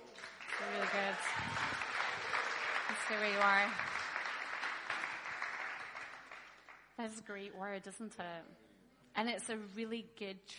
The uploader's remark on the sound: talk from the transform conference